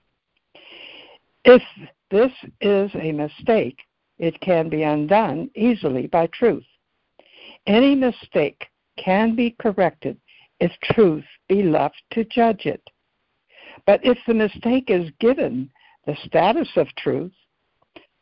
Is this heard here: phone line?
yes